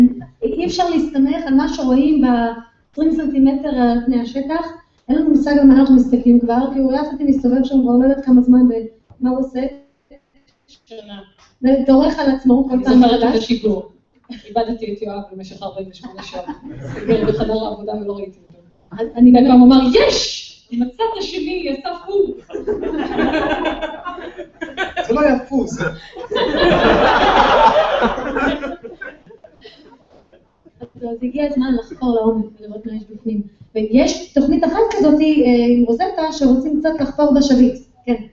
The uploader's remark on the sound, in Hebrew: פרק מול קהל חי בכנס עולמות